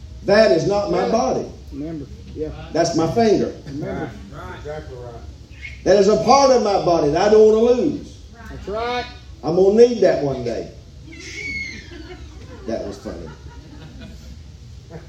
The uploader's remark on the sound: Live from Still Water Baptist Church.